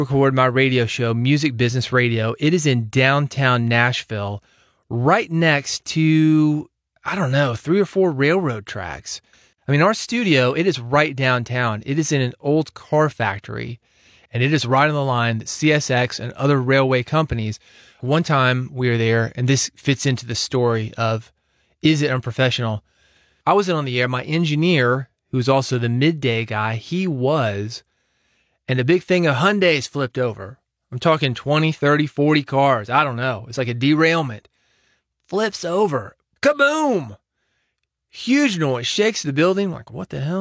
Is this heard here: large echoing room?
no